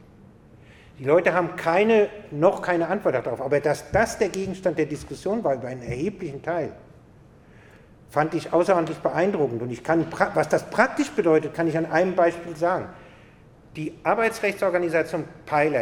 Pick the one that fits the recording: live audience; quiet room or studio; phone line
live audience